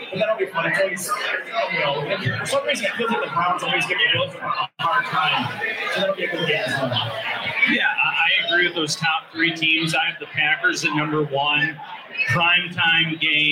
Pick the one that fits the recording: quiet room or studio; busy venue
busy venue